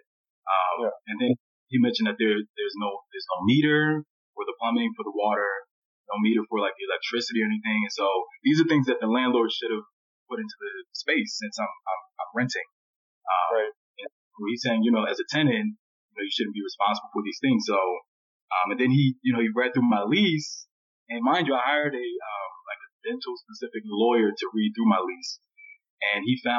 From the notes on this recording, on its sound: Sorry for the subpar audio quality.